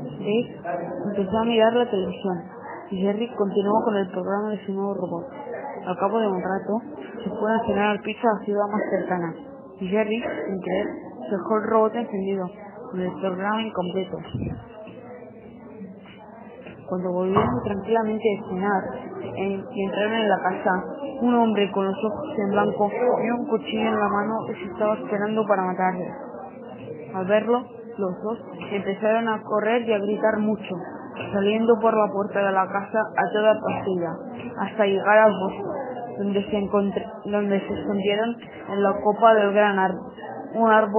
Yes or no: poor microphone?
yes